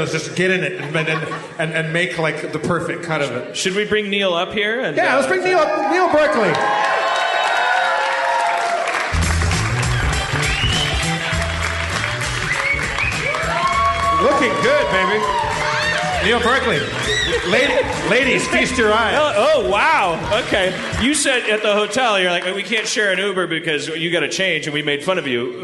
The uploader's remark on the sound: From Austin, TX, Harmontown is live from the Liberty Tavern and SXSW. Bonus audio from the Q & A following the premiere of the "Harmontown" documentary.